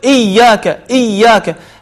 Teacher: إي هذه ساكنة ثم إيا هذه هي الثانية المتحركة · Term: الشدة